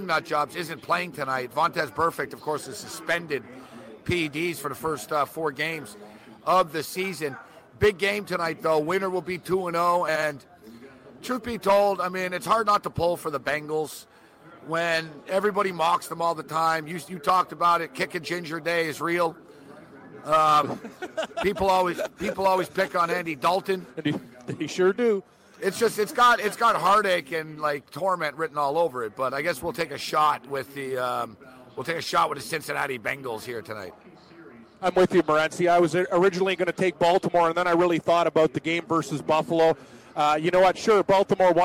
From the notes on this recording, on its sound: live from the sportsbook in NJ